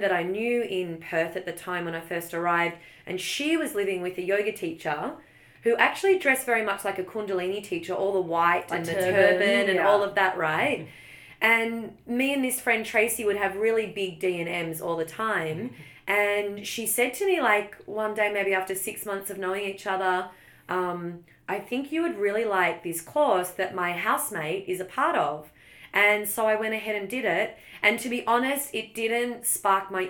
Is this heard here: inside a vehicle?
no